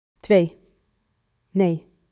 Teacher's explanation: Now the long EE. Tongue higher, mouth tighter, and crucially, no glide.